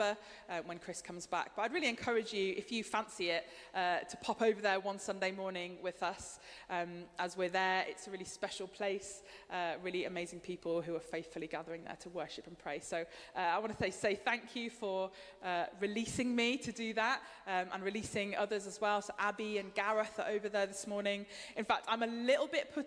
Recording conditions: large echoing room